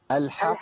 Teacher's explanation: نخلي الحاء كده مرققة كده ضعيفة الحاء ونخش على القاف بقوة شوية الحق. أيوة عشان ما تبقاش الحاء فيها شبه التفخيم كده حق.